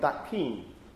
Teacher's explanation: We have assimilation, but we have assimilation in the sense of the two consonants that are produced sort of merge in one place. We have an assimilation as in a place of articulation assimilation.